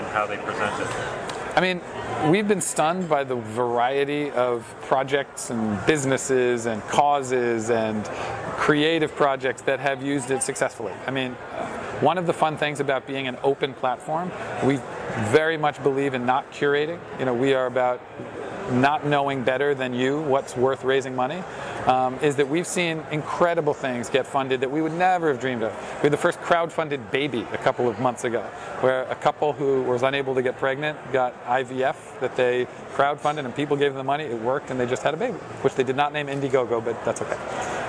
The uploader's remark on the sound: sat down with me for 10 minutes at the Grow conference in Vancouver, Canada